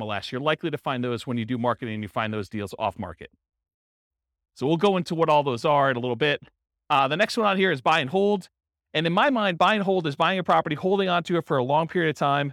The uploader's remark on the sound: This was a live class recorded